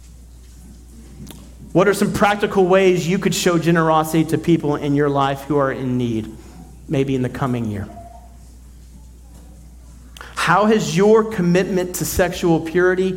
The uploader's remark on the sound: at Redemption Hill Church on Sunday, December 31st, 2023